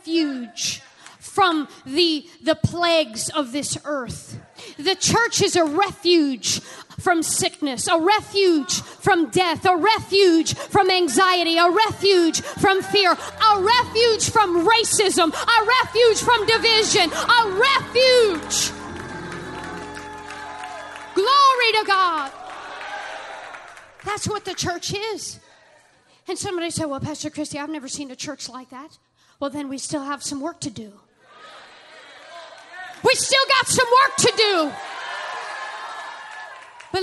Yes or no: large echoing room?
yes